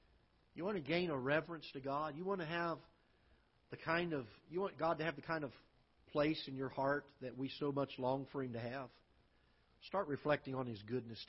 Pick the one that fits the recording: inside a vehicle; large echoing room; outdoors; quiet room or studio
large echoing room